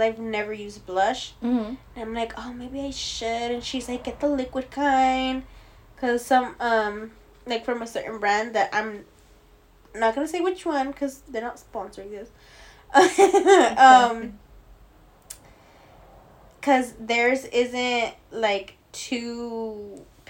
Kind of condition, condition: fault, sounds in the background